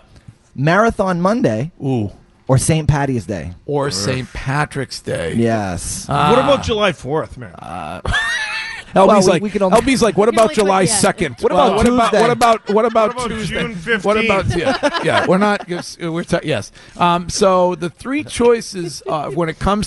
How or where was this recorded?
busy venue